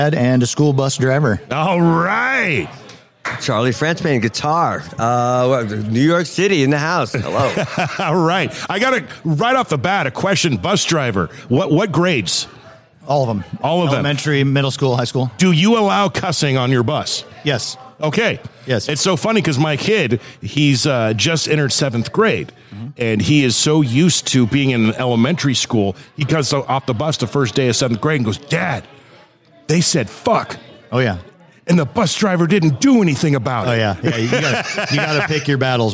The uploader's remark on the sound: Live at the Cedarwood Saloon